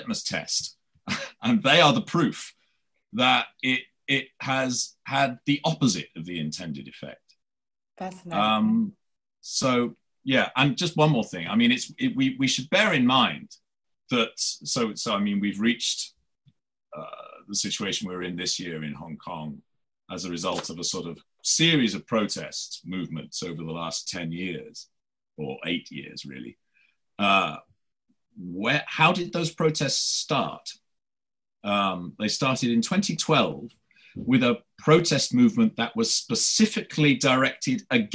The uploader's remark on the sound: Recorded live via zoom.